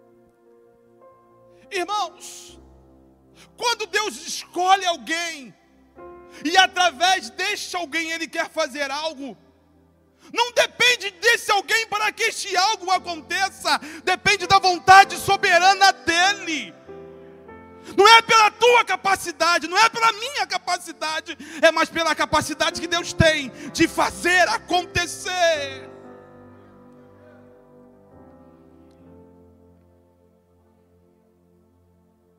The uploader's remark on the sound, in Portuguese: CULTO DE LOUVOR E PALAVRA AO VIVO